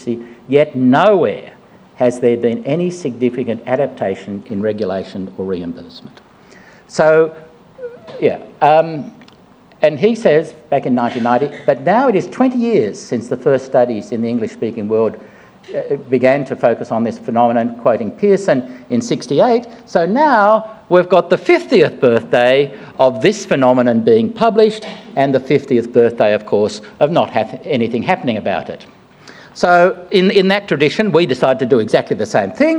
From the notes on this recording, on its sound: Melbourne. In this Policy Pitch event, a panel of experts discussed how to improve the soundness, relevance, accessibility and understanding of health data.